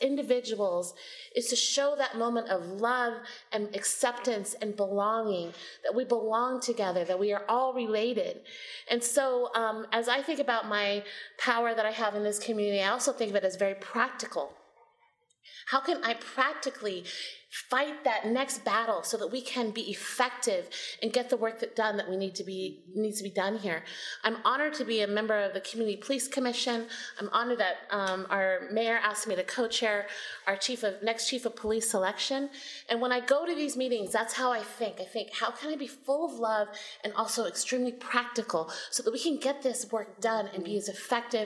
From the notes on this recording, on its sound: This “Womxn Power Seattle” panel took place at Seattle City Hall on January 21.